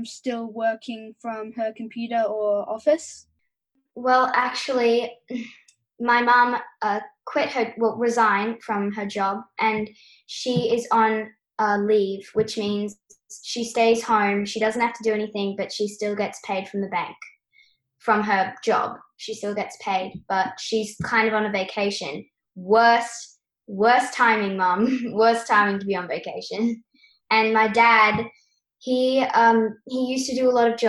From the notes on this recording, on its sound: Via Zoom from Sydney and a different part of Sydney not that far away.